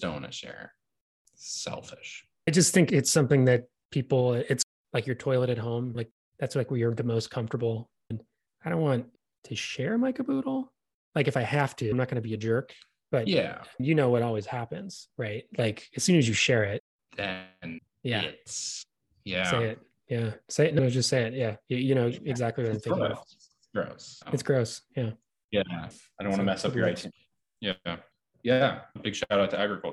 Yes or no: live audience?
no